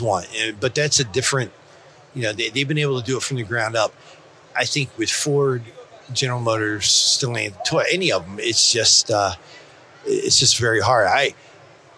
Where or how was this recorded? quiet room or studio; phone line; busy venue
busy venue